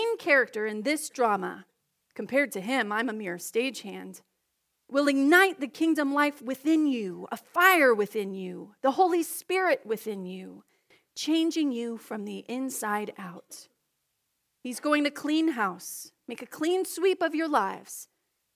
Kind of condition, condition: setting, large echoing room